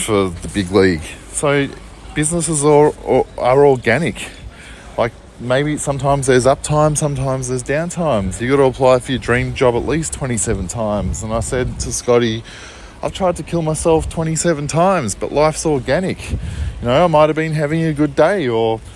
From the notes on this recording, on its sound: Recorded in walking Collingwood streets, alleys and Preston Market, Melbourne.